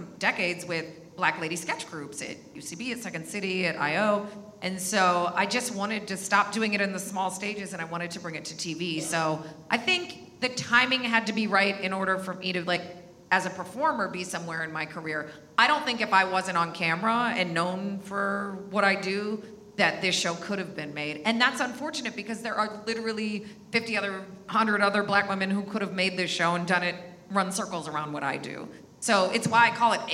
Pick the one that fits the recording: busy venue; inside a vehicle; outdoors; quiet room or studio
busy venue